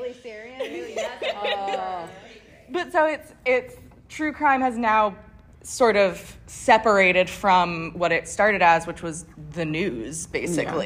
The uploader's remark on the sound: LA Comic-Con Panel 2023